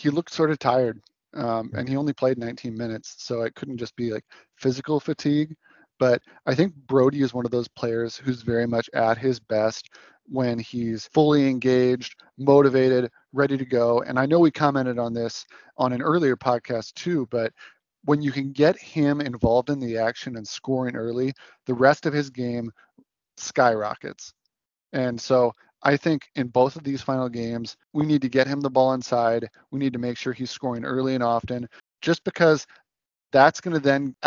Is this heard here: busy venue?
no